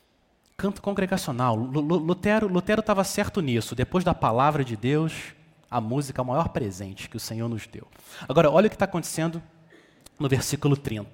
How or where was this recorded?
large echoing room